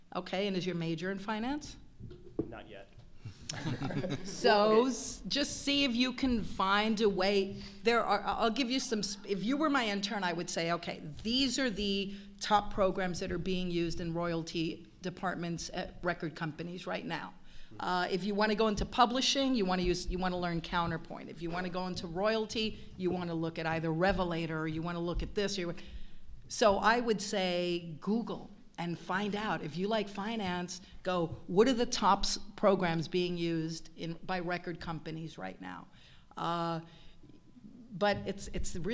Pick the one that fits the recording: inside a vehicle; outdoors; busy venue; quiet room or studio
busy venue